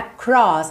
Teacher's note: esse R é enrolado, não tem jeito, tá? Ele tá no meio da sílaba, tem que ligar nesse O, não tem vogal anterior para você alongar, então vai ser across, tá bem?